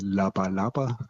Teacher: Da hört man schon also vier Vokale, vier Konsonanten und die Konsonanten sind alle stimmhaft. · Term: Sonorität